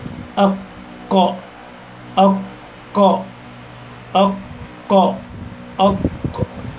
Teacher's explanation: أقصى اللسان أي أبعده مما يلي الحلق مع ما يحاذيه من الحنك الأعلى، يخرج منه القاف · Term: مخرج القاف